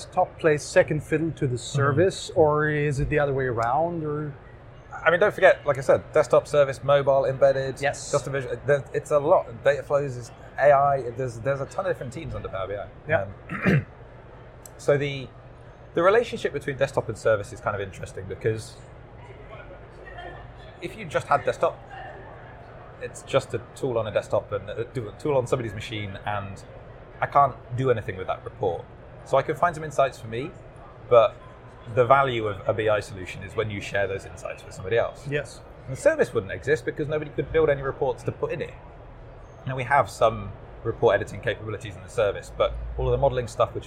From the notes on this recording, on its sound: recorded at Microsoft Ignite in Orlando